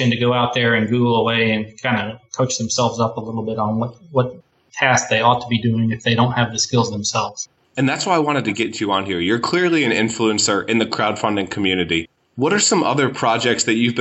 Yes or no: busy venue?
no